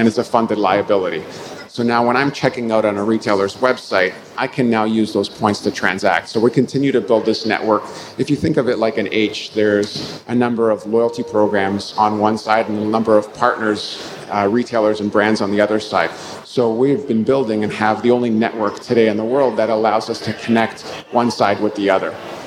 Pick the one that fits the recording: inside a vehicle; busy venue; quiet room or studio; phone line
busy venue